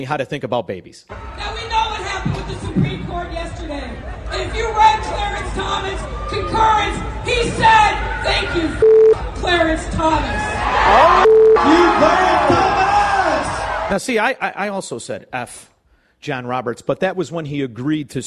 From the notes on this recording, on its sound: LIVE from Mistwood Golf Course today and the Annual AM560 Golf Outing